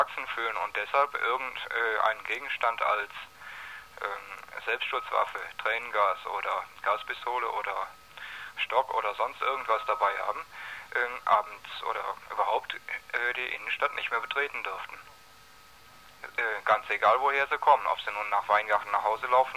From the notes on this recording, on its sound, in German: Hausbesetzung in Lörrach - Ein Telefoninterview.